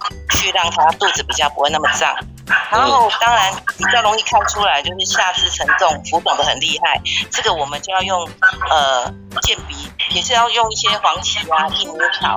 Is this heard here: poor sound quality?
yes